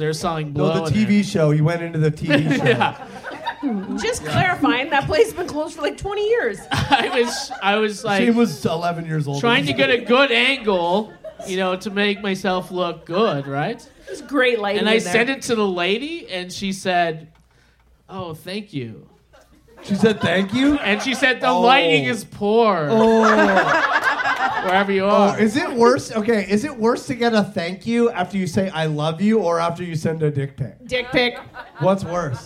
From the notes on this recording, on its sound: Live From The Langford Legion! Our 3rd live show.